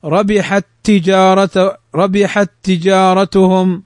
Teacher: فإذا قوله في إدغام المثلين مراده إذا كان الأول ساكنا والآخر متحركا، وقوله بلا غنة يعني تدغم الحرفين فتدخلهما في بعضهما فينطقان كالحرف المشدد ولكن لا تغن